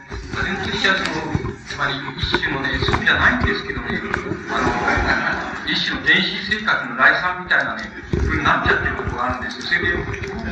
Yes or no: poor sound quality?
yes